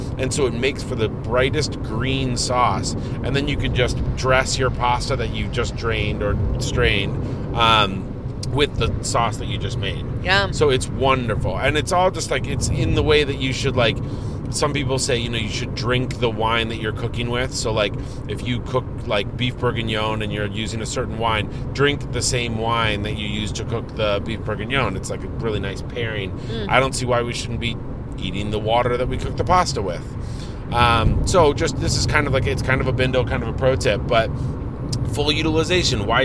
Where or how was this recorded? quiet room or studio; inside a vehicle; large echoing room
inside a vehicle